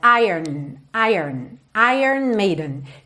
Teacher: esse O, na verdade, não é pronunciado. Então, é como se a gente fizesse iron e já fosse direto pro N.